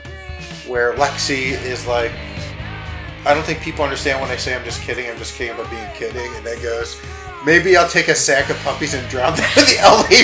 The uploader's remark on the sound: Audio for this one may be a bit wonky due to the industrial fans blowing in the background. I did my best to clean it up.